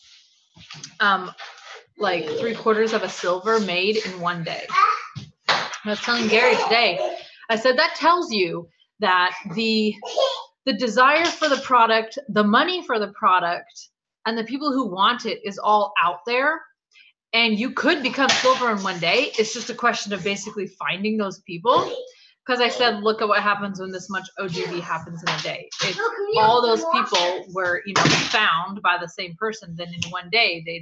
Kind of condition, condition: fault, sounds in the background